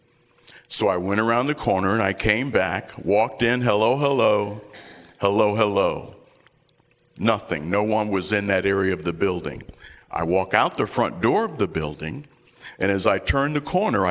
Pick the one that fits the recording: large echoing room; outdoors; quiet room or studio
large echoing room